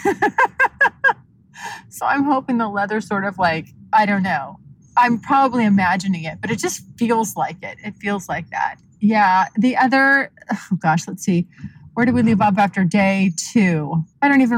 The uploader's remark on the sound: My 2021 Road Trip as I move across the country. I record myself in the car.